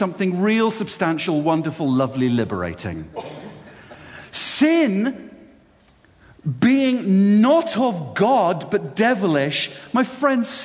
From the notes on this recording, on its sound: This talk was delivered at Sovereign Grace Ministries‘ Worship God UK 2014 Conference and appears by kind permission.